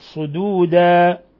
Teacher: حالة الوقف على تنوين الفتح نقف عليها بالألف وتمد حركتين وهو مد عوض